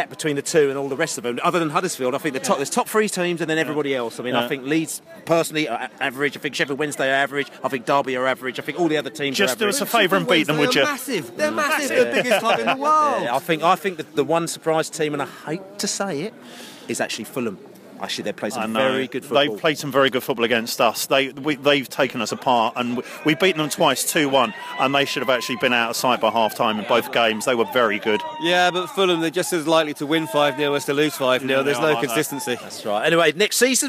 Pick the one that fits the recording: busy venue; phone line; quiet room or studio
busy venue